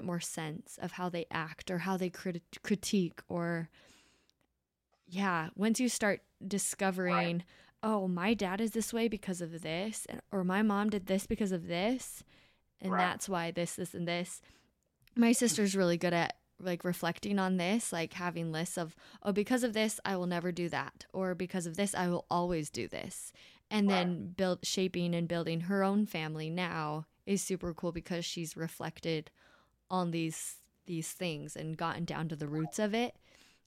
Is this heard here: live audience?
no